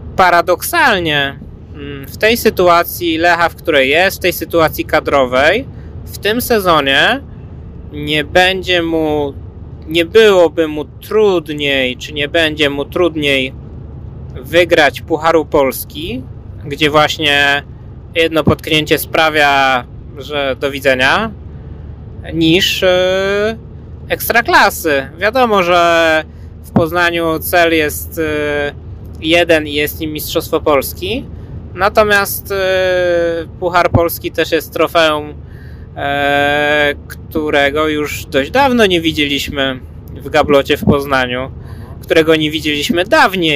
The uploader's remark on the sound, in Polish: nagranym w drodze powrotnej z meczu Unia Skierniewice - Lech Poznań